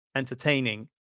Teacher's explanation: The stress is on tain.